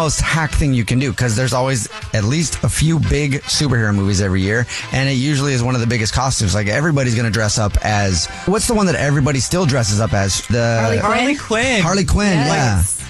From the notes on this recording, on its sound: Phone Prank